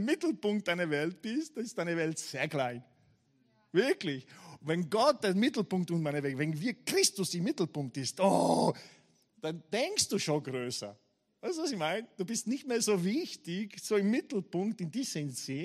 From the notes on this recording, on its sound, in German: Gottesdienst live aus der LIFE Church Wien.